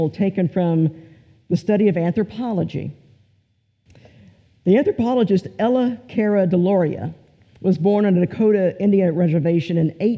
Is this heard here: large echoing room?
yes